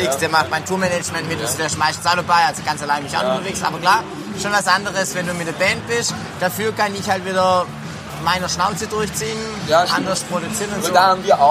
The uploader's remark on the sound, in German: Live vom Canstatter Wasen